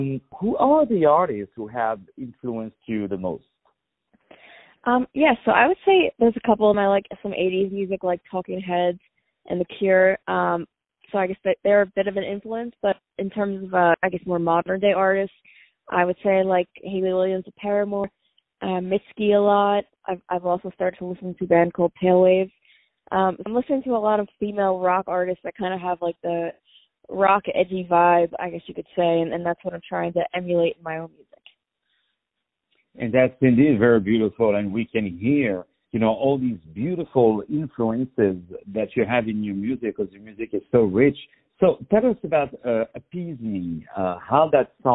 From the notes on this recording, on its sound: On the phone